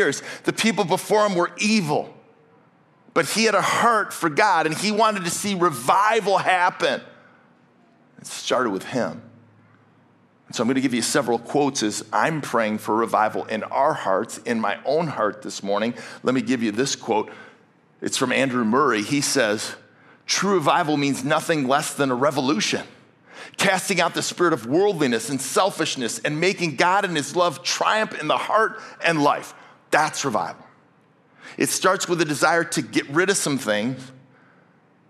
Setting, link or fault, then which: setting, large echoing room